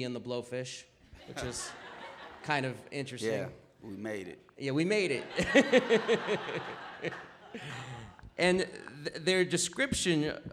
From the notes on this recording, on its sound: Appeared at Politics and Prose bookstore in Washington DC. Special thanks to Politics and Prose Bookstore & Coffeehouse.